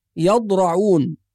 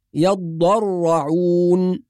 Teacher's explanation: بعض الناس يقرأ يضرعون بإسكان الضاد، والصواب أن الضاد مشددة مفتوحة · Shown in: second take · يضرعون بهذه الطريقة.